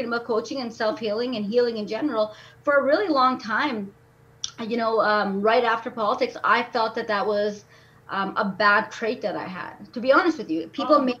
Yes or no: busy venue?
no